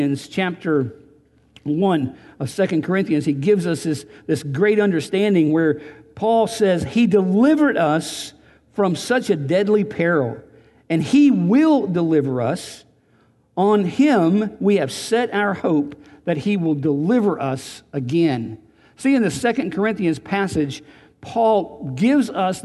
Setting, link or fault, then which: setting, large echoing room